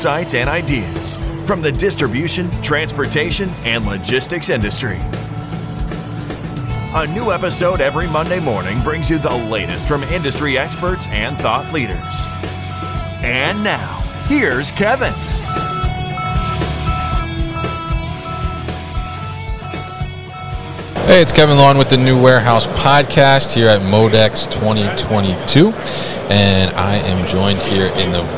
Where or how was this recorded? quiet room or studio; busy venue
busy venue